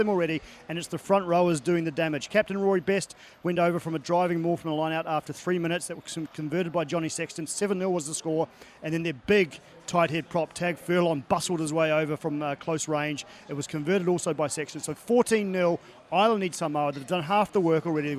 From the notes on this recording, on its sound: From our original home, Barasti